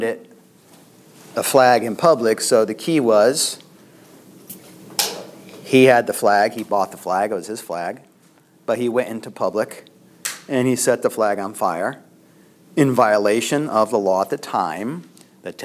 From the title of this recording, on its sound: LECTURE ADUIO